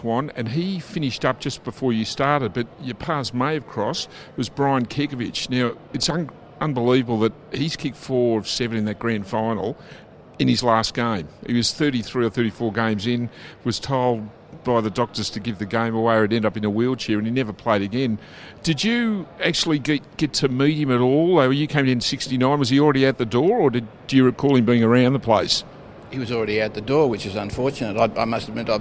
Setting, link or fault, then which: setting, busy venue